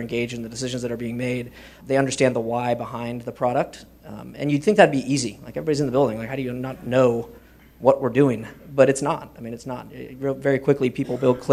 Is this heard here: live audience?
yes